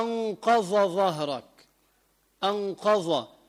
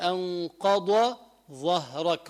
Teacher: بيجعل الضاد والظاء حرف واحد · Shown in: first take